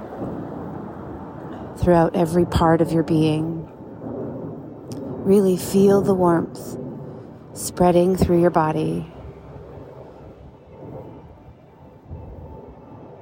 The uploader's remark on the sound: It’s a little noisy outside.